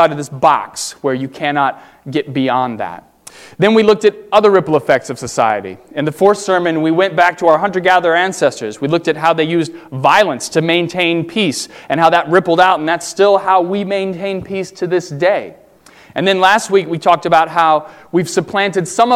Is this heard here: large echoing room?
yes